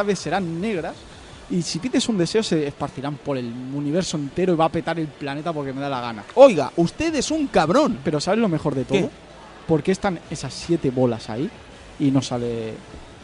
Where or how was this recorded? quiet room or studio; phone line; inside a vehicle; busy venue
busy venue